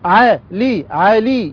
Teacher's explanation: ياء مد طبيعي حركتان